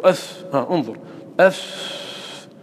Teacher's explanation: الصوت يجري والنفس يجري مفتوحة